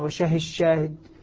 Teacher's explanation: الدال في الشين أصبحت شينا مشددة